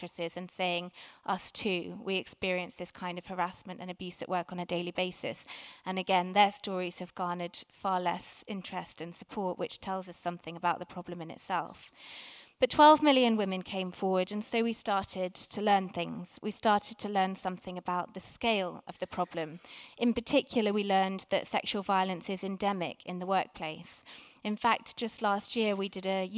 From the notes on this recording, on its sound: Recorded at 5x15 at the Tabernacle, November 2017.